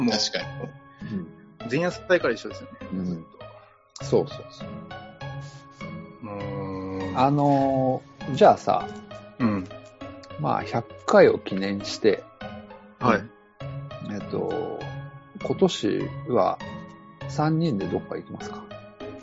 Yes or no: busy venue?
no